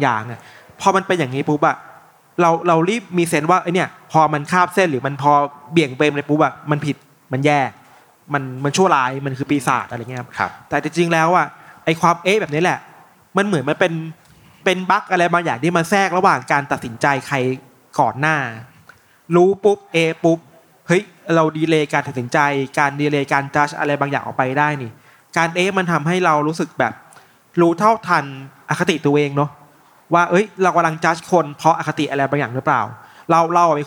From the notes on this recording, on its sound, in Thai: บันทึกการเสวนา จากเวที Learning Fest Bangkok 2023 ที่ TK Park